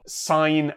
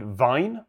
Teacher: So that's called voicing, and it's the difference between fine and vine, or sign and zine.